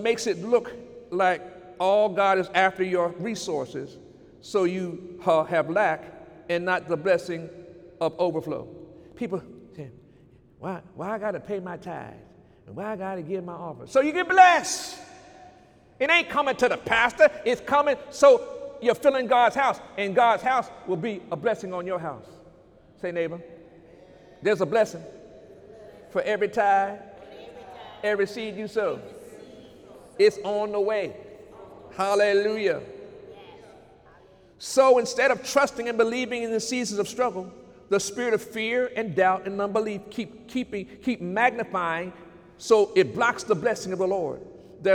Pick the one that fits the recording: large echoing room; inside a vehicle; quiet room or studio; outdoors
large echoing room